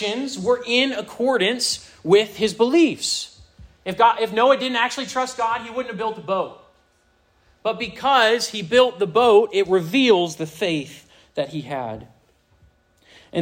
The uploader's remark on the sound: This sermon was preached to a Senior High audience.